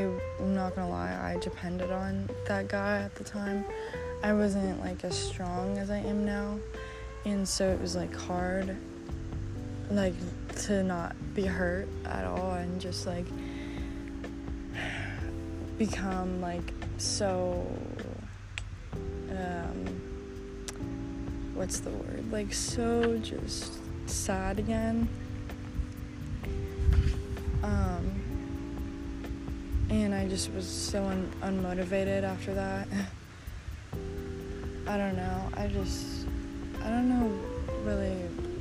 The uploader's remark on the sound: I apologize for the background noise such as wind, people, nature…my mic was not in sight